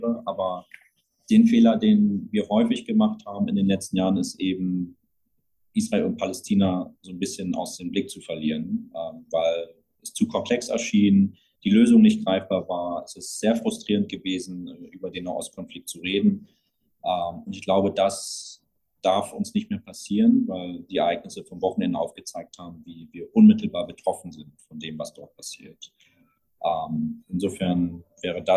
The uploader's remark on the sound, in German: Per Zoom noch einmal Kontakt aufgenommen.